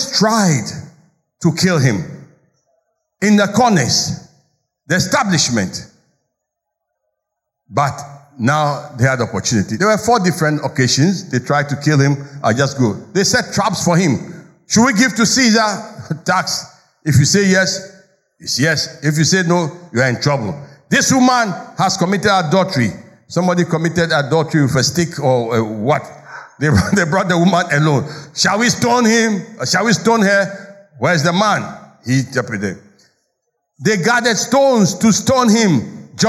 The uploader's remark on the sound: Sermon preached at CBC Shiashie Campus.